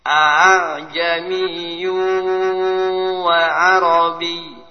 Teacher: lebih ditekan, jangan sampai wa'arobi, jangan begitu karena tasydid ditekan